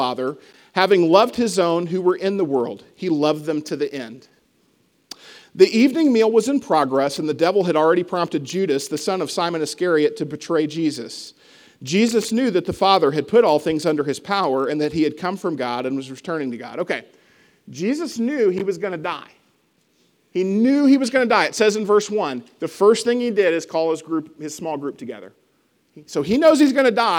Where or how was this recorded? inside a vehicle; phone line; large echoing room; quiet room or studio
large echoing room